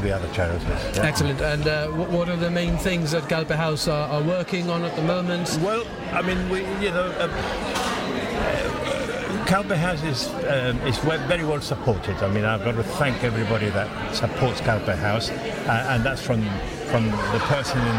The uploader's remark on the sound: On Location from the Convent Christmas Fair